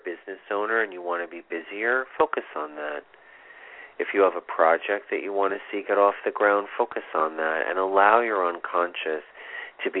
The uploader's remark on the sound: This is a call in show.